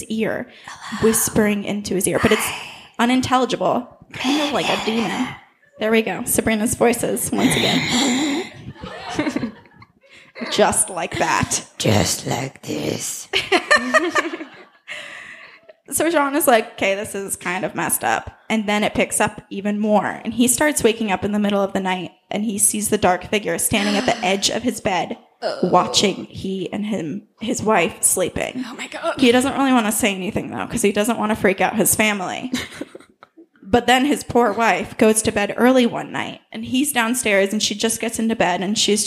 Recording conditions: live audience